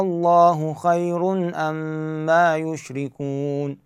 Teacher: فنمد هذه الألف حتى شنو المستمع يميز أنه هذا شنو استفهام مو خبر. ما أقول الله خير أما يشركون، ما صار استفهام، فمدوا هذه الألف حتى شنو يتفرق عن الكلمة الأخرى. · Term: مد كلمي مثقل